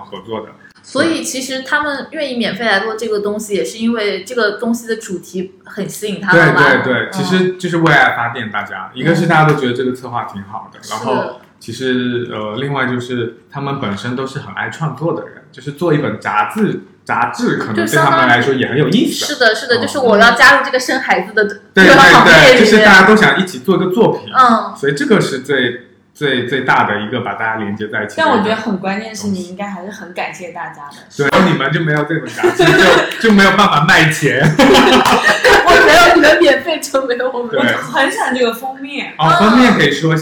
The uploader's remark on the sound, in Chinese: 音质问题我们尽力了TAT，但还是有不完美的地方